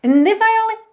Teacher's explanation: é como se a gente não tivesse o A, não tivesse a vogal. Você já pega do N lá no céu da boca